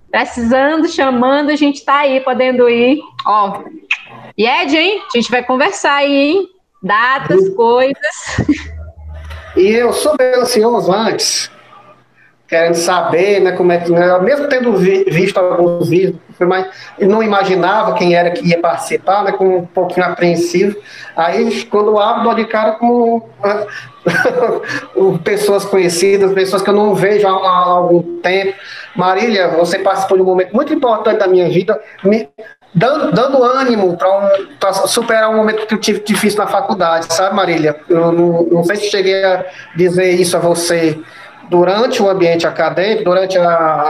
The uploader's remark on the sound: via Meet-Google.